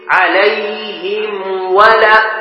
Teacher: قال لاتحادها في المخرج، لأنها متحدة معها في مخرج، فمخرج الميم ومخرج الواو من الشفتين · Term: حروف الإظهار